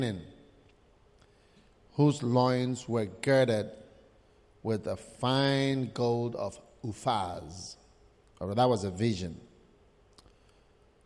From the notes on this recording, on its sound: Preached at the Salvation Sunday Service.